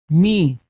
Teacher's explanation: الميم تخرج من الشفتين بانفتاحهما بعد إطباقهما، نقول مي، فإذا قلنا إم كان ذلك بإطباق الشفتين، فإذا أطبقنا الشفتين خرجت الميم مظهرة، فهذا يخالف الحكم الذي ذكرناه من الإخفاء.